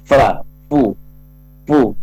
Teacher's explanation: Fa-nya harus bunyi. Fa, fu, fu. Bibir ketemu dengan gigi.